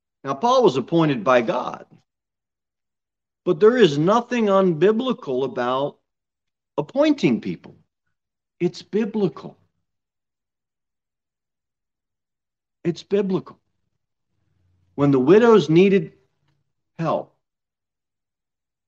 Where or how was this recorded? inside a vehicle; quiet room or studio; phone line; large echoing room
large echoing room